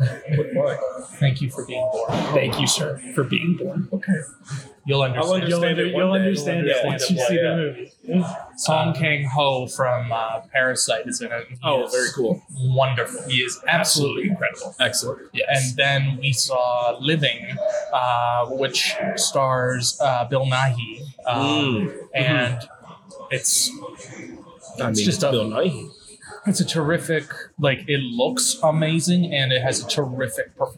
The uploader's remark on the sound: The boyz were on location at TIFF '22.